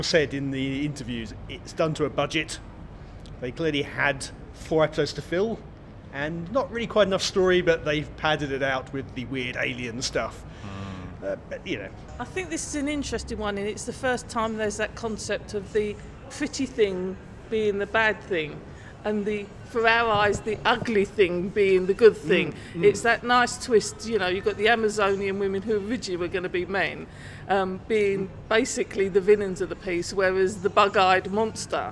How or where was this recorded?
outdoors